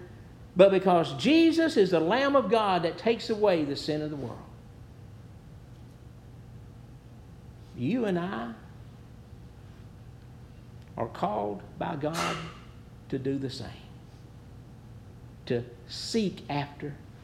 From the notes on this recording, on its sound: Preached at New Hope Baptist Church